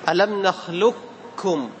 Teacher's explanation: كاف مشددة فيها الهمس، فيها همس الكاف